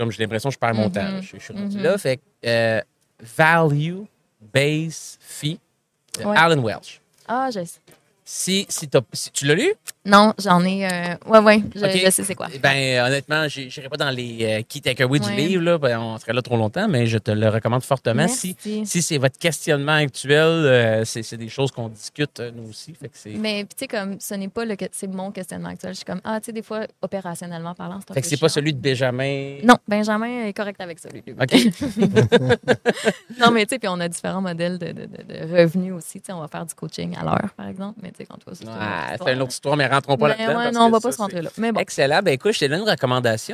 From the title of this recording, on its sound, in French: en direct de Stratégies PME